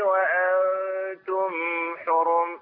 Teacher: كده عملنا غنة في الميم. غنة زائدة